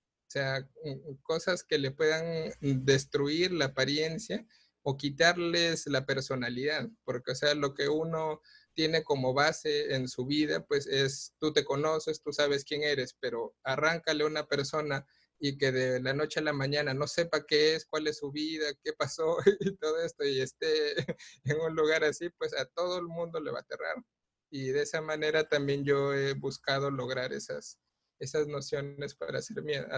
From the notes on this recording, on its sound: In this Zoom-podcast.